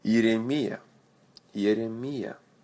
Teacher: Accent on the last syllable.